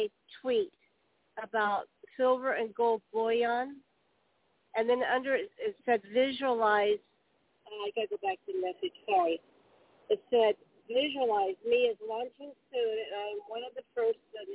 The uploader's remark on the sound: TNTSuperfantastic Conference Call.